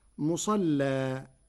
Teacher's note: قرأ ورش كلمة مصلى بتغليظ اللام وصلا، أما إذا وقف فيجوز له التغليظ مع الفتح والترقيق مع التقليل، والفتح والتقليل لغتان من لغة العرب.